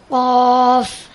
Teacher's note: চার নম্বর মাখরাজ হচ্ছে জিহ্বার গোড়া তার বরাবর উপরের তালুর সঙ্গে লাগায়া। একটি বর্ণ একটি হরফ উচ্চারিত হয়।